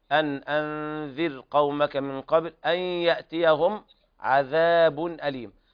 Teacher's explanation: اخرج طرف اللسان مع الذال في الموضعين، أن أنذر قومك من قبل أن يأتيهم عذاب أليم، أي ذال في القرآن لابد من إخراج طرف اللسان فيها.